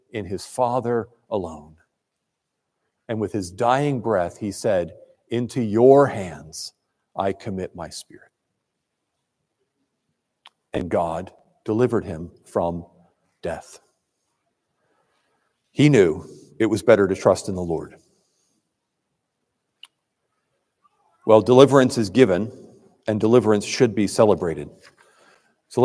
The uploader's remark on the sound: Preached at Trinity Presbyterian Church in Crofton, MD.